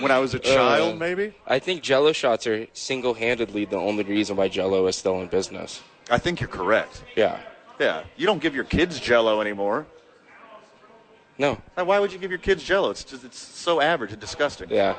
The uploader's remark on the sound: live from Red Door Brewery Downtown Albuquerque